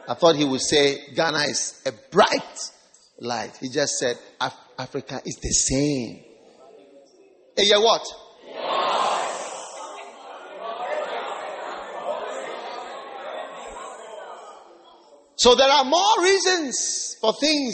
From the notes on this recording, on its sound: Preached at the Wisdom Impartation Service